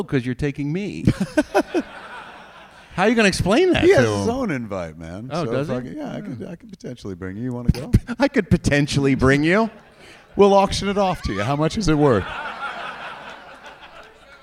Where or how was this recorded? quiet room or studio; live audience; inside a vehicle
live audience